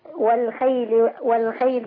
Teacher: الخاء هنا مفتوحة تبقى مرتبة عالية في التفخيم